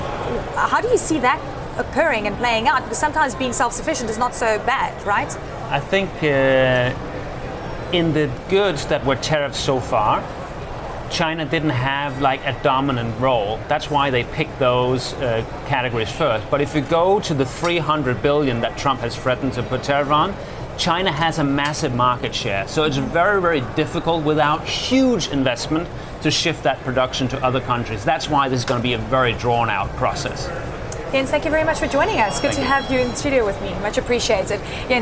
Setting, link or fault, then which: setting, busy venue